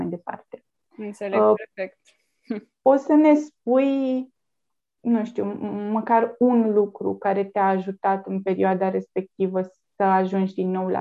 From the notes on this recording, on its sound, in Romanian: Înregistrările sunt realizate pe Zoom, ne cerem scuze pentru eventualele probleme tehnice.